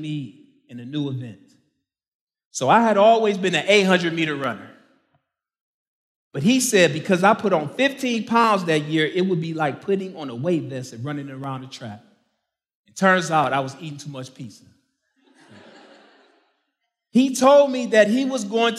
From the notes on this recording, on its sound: main talk from the 2023 Rooted Conference in Franklin, TN